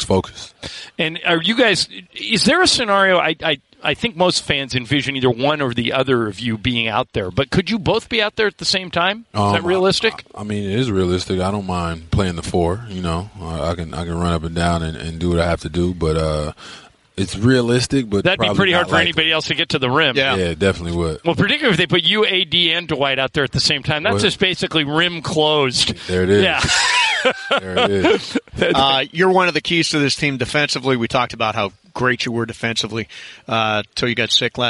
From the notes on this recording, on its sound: Live from Lakers media day!